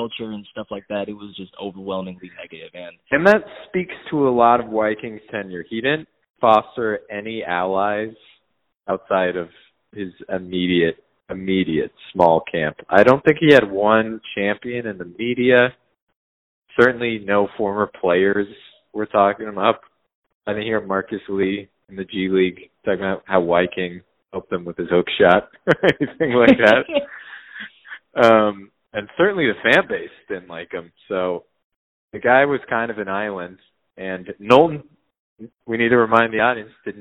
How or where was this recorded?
phone line